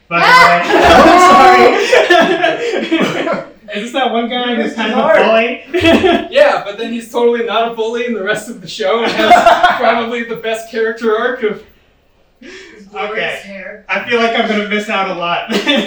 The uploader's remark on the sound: filmed at NOT ACCEPTABLE LIVE!